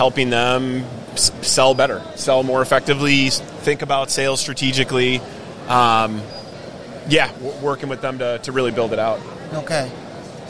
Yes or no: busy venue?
yes